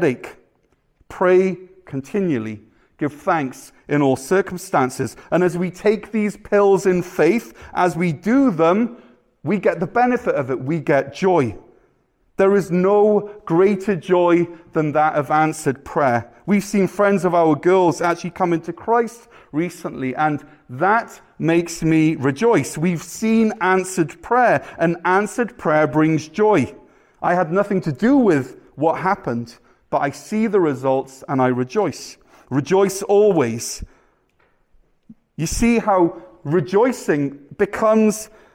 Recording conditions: large echoing room